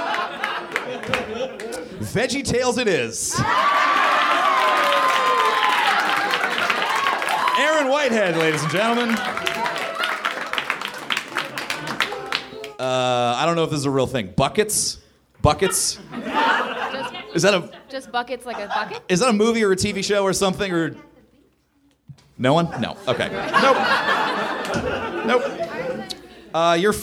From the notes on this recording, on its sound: Recorded live at NerdMelt Showroom in LA on 11.22.13.